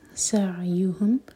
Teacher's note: عین ساکن پر جھٹکا نہ ہو